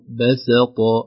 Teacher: بسط باء مرقق سين مرقق طاء مفخم